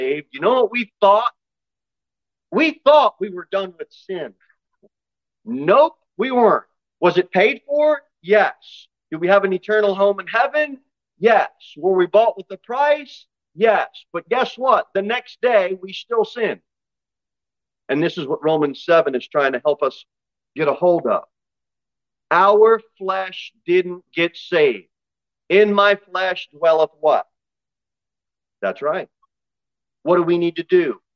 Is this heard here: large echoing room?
yes